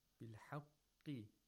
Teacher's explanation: The qaf has the lowest level of tafkhim.